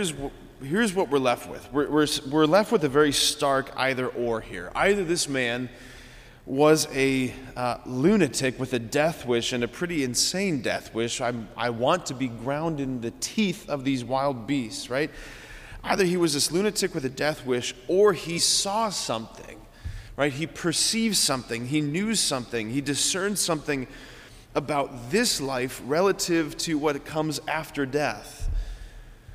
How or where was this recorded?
large echoing room